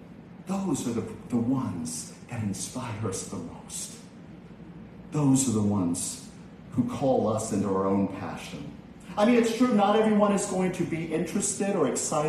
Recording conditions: large echoing room